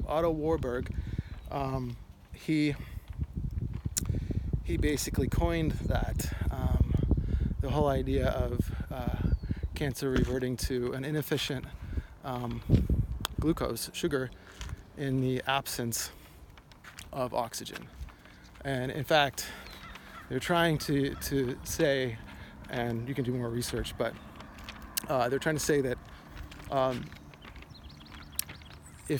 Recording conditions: outdoors